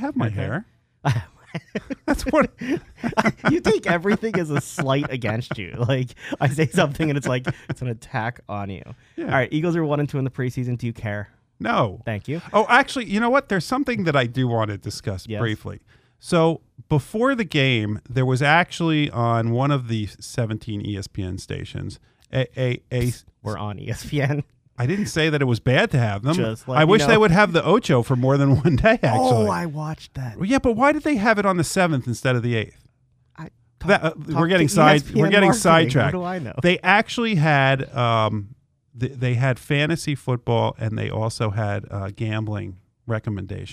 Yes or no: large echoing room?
no